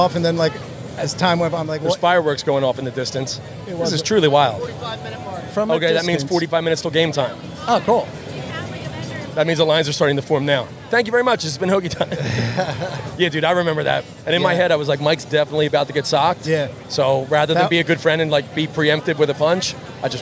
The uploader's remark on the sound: We went live from the Wells Fargo D1 lot. With Guests and the wild atmosphere.